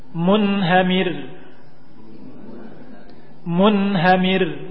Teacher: Munhamir, munhamir, ya, nun sakinah bertemu dengan ha dalam satu kalimat. Dibaca dengan jelas, mun dikeluarkan dari makhrajnya, mun, tanpa memberikan gunnah yang banyak. Munhamir, tidak dibaca gunnah yang banyak. · Term: izhar